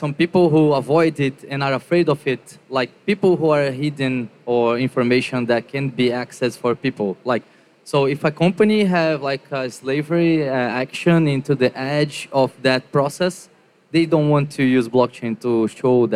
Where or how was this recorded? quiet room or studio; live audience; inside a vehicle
live audience